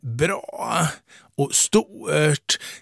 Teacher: Därför att på dialekten så heter det bra och stort, det vill säga man drar ut lite grann och skjuter in ytterligare en vokal och vilar lite på det när man betonar det · Term: diftong